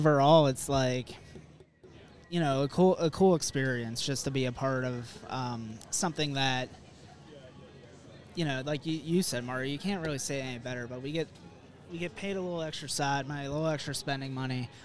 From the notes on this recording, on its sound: Rum Bunter Radio Live from the Federal Galley in Pittsburgh!